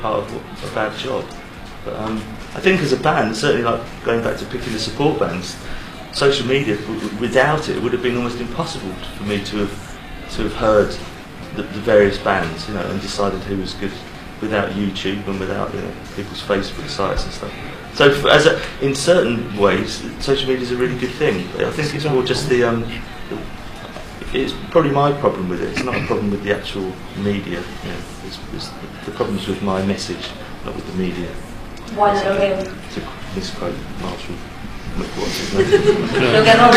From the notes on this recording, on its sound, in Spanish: Conferencia de Prensa en Paraguay.